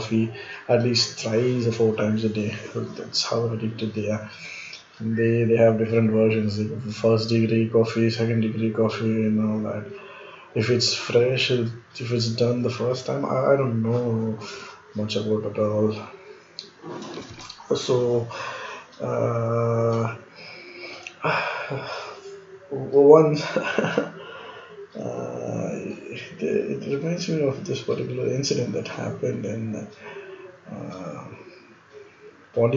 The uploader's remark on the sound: Need to improve on the audio and the clarity.